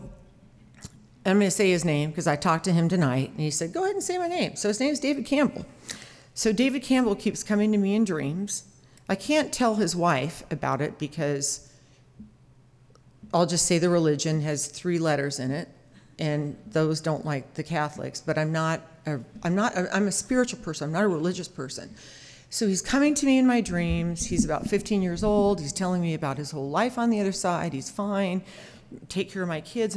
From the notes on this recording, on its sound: With true stories on a perceptive theme, told live on stage and without notes.